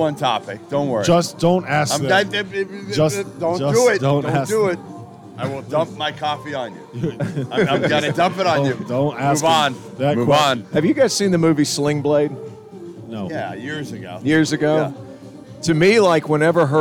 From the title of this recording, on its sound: live from Stadium Swim in Las Vegas